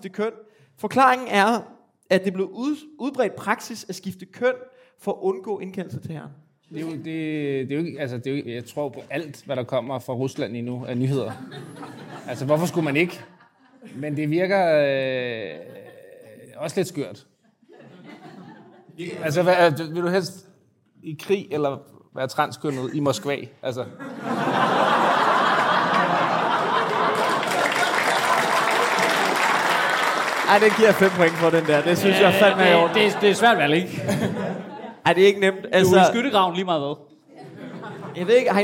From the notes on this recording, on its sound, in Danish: Afsnittet er optaget live på Comedy Zoo